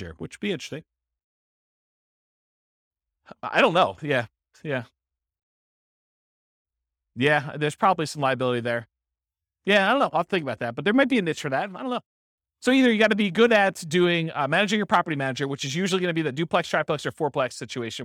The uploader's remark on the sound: This was a live class recorded